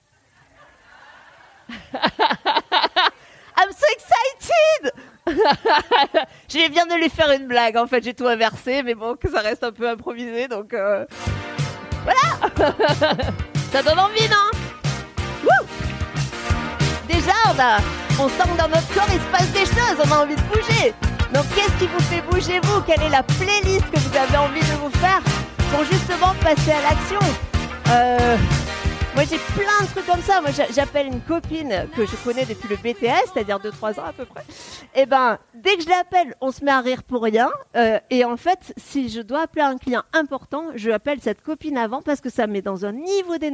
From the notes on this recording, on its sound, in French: Retrouvez la captation audio de ma conférence spectacle. Jouée à la soirée organisée par l'association Force Femmes et la CEPAC.